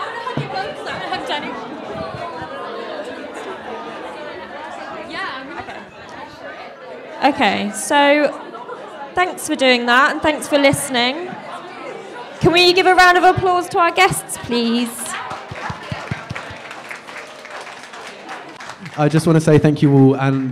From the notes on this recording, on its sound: Live event recording with guests. We hosted our first ever event and did our first ever live podcast recording.